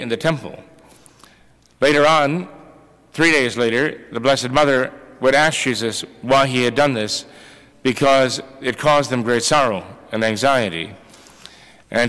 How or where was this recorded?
large echoing room